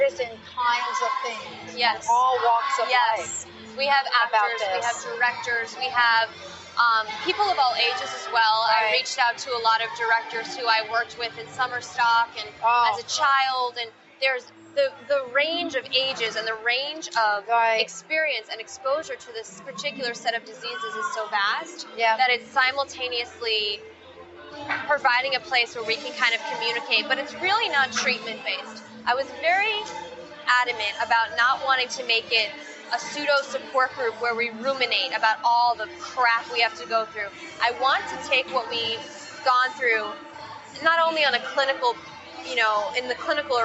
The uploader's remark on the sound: Live from the Tick-Borne Disease Alliance Masquerade Ball in New York.